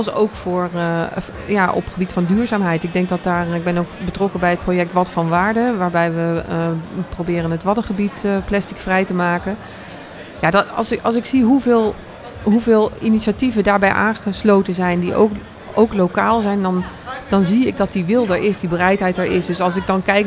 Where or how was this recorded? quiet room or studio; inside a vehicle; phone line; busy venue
busy venue